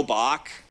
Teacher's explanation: バッハさんのお名前は英語ではバックと最後 K で発音されます